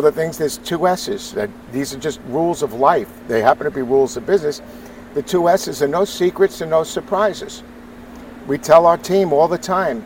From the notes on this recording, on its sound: taped at ISSA Show North America 2022